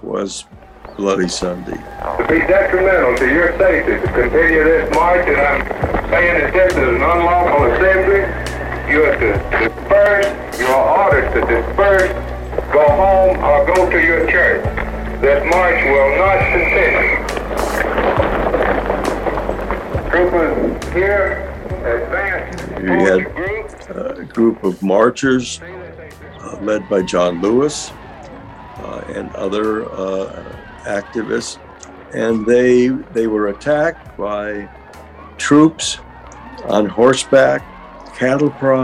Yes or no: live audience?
no